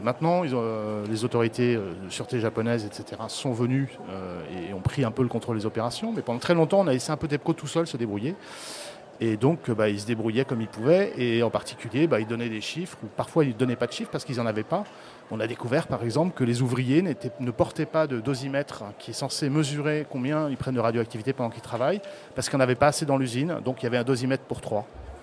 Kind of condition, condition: setting, busy venue